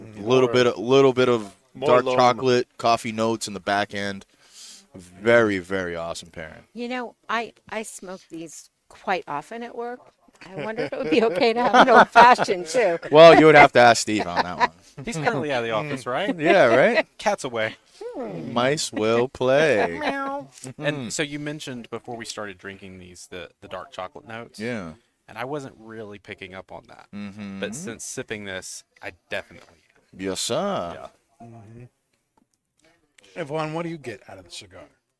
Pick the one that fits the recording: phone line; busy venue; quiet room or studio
busy venue